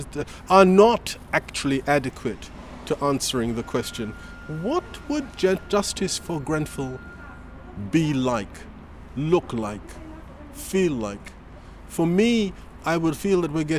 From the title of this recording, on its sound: A Political Walk in North Kensington, London